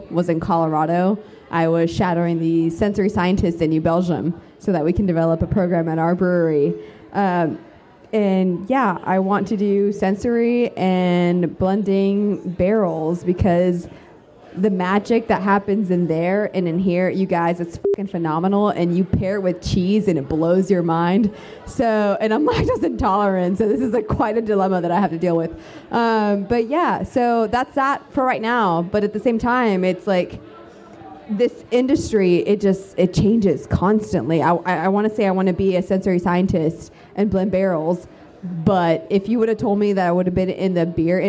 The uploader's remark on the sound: We're at BrainDead Brewing for the Women of Craft Beer 2017 panel as part of North Texas Beer Week. An audience Q&A with the panel.